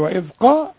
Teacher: وإذ قال، بطلع طرف اللسان، احنا قلنا في الذال، وإذ قال اللام ترقق، قا بفخم أول قاف بالمد بتاعها